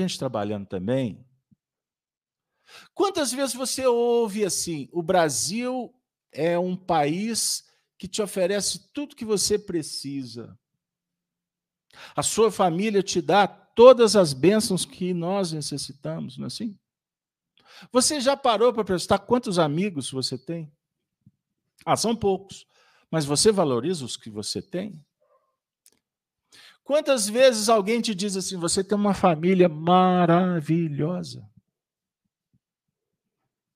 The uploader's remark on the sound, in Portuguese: Reunião Pública realizada na Fraternidade de Estudos Espírita Allan Kardec. Com Transmissão ao vivo, às 19:30h com público presencial.